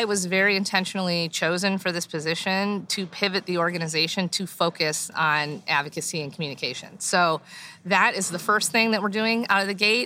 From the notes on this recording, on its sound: a HALO Talks live during the IHRSA 2021 convention in Dallas